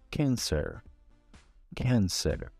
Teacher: você abre a boca para dizer um A e diz um E